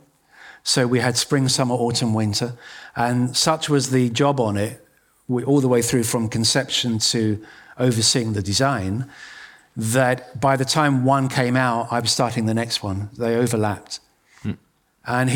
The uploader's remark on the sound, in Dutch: Op 11 maart 2023 vierden wij ons 10-jarig jubileum met een live event in het gebouw van Beeld & Geluid in Hilversum.